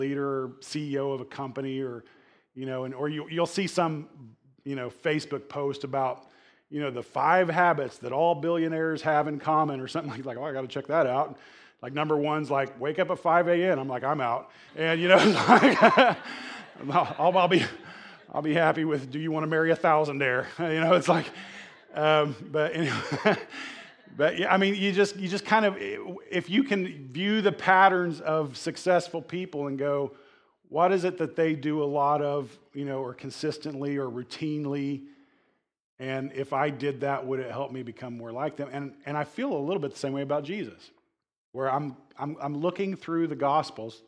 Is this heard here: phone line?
no